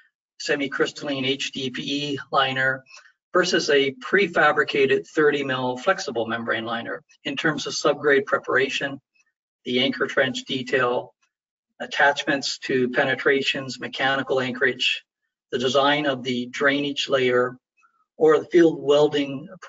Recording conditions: video call